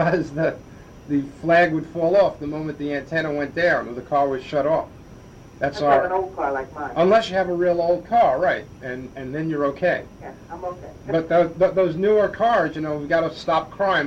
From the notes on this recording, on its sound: technical difficulties with show, and tape